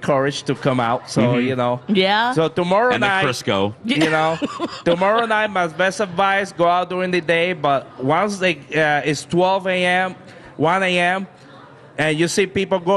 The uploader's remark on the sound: broadcast live from the AC Hotel for the Superbowl